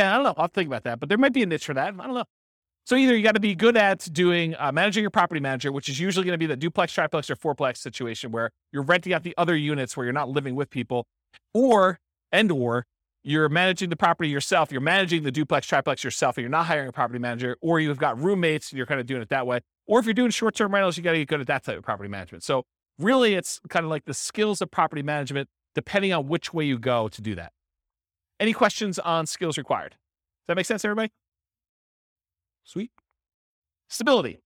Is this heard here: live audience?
yes